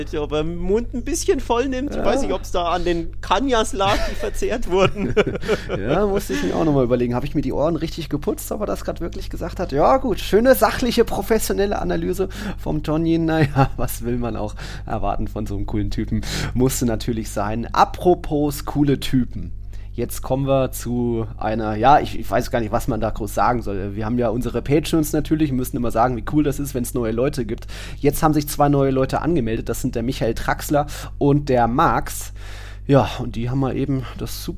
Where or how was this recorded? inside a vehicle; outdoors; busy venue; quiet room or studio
quiet room or studio